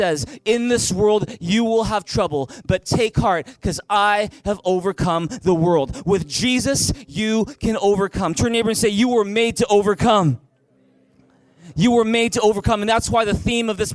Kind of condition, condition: setting, large echoing room